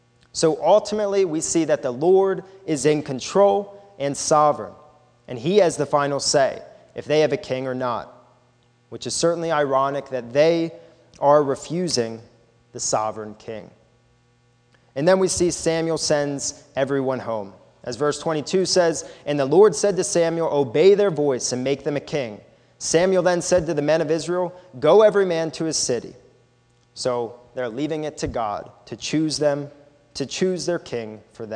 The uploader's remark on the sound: This is a sermon recorded at the Lebanon Bible Fellowship in Lebanon, PA. During the morning service.